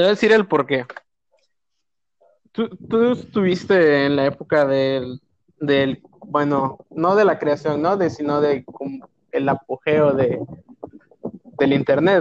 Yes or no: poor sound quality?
yes